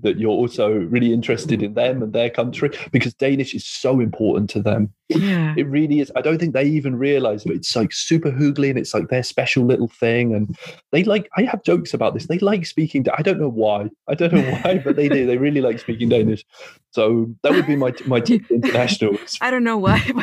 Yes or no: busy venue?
no